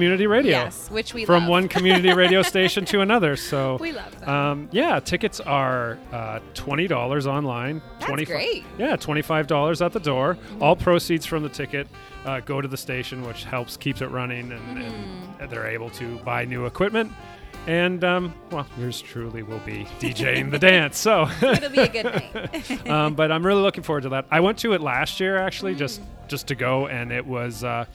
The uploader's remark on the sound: LIVE from Midnight Run Cafe. Head to Midnight Run Cafe in Uptown Waterloo.